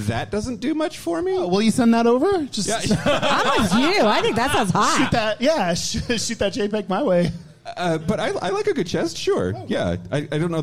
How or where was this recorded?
live audience